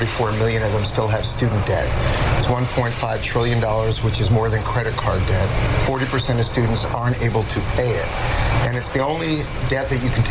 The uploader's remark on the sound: live from the New York Stock Exchange